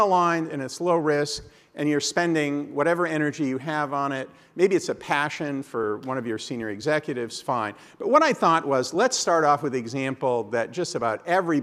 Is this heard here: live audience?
yes